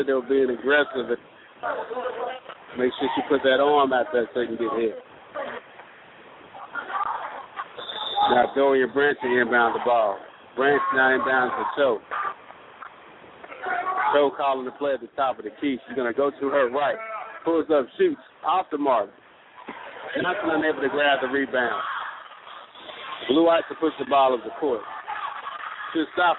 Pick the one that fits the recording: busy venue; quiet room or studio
busy venue